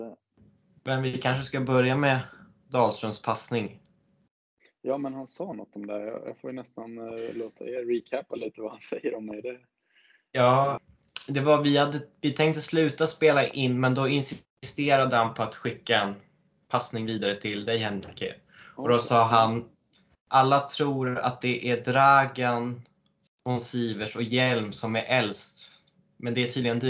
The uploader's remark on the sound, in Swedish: Vi ber om ursäkt för dålig ljudkvalitet. Notera att detta spelades in efter bortamatchen i Nobelhallen.